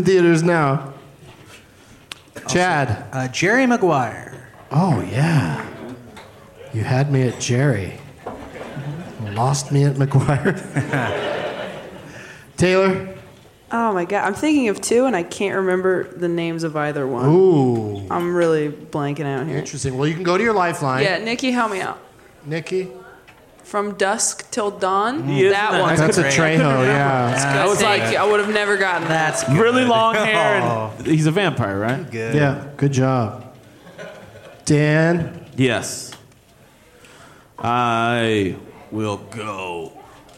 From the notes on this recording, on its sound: Live from The Improv in San Jose